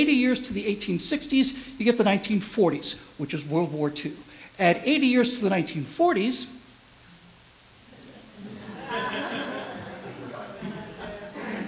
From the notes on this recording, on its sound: Give the keynote speech at the Holiday Dinner for the American Freedom Alliance. Unscripted speech.